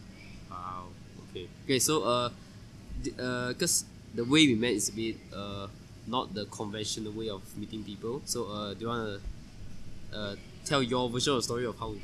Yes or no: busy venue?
yes